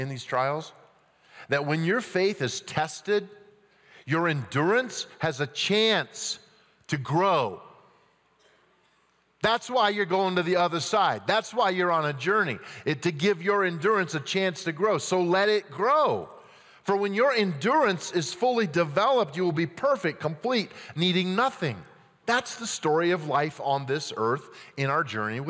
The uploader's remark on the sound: at Timberline Church